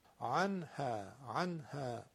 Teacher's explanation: نونم در نزد حرف ه حرف حلقیه اظهار میشه دیگه، وقتی که اظهار شد نون تکون نمیخوره